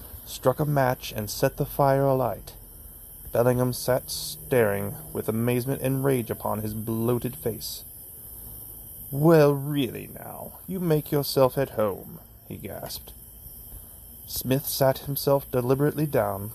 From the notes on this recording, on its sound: Tonight, I come to you from Yale Cemetery in Barton County, Missouri.